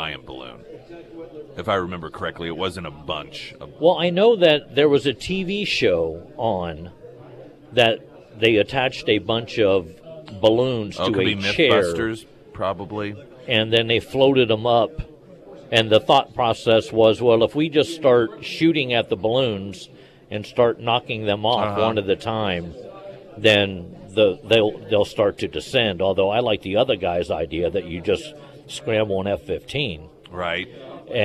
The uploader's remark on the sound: live at Scramblers Diner